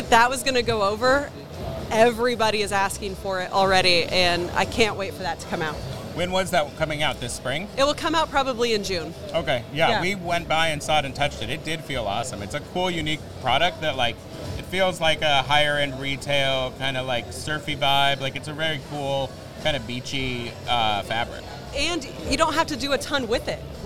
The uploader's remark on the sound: Live from ISS Long Beach 2024. As we bring you a live and dynamic session straight from the heart of Impression Expo Long Beach 2024.